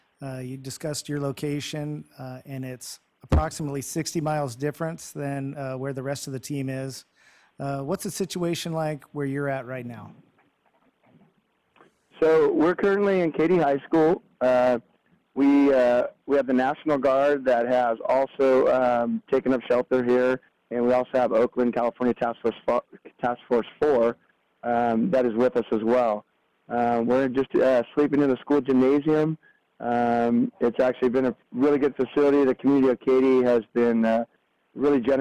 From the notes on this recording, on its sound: talks over the phone